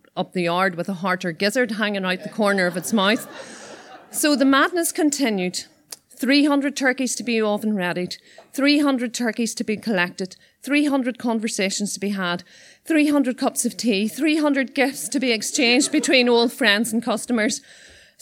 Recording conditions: live audience